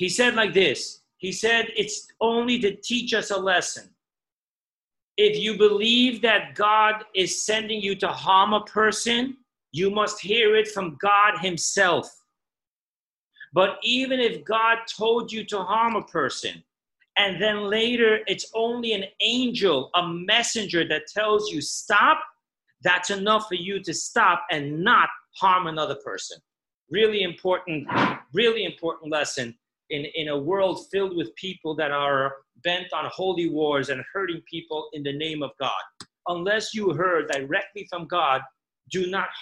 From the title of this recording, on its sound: Zoom Class 5781